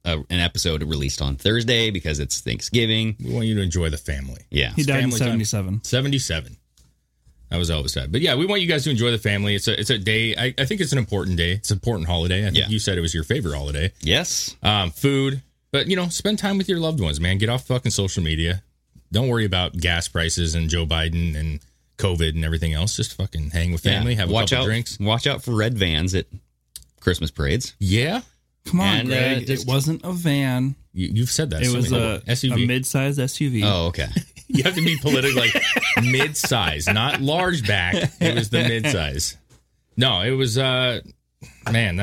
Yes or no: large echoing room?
no